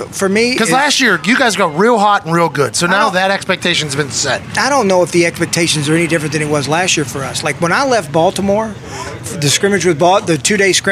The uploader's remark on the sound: LIVE from Colts/Browns Training Camp. As they welcome in the Cleveland Browns for a joint practice.